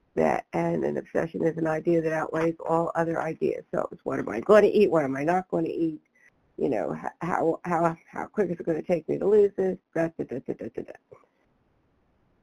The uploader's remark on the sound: 100 Pounders Phone Meeting